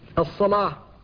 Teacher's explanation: فالألف هنا مفخمة لأنها بعد اللام المفخمة في رواية ورش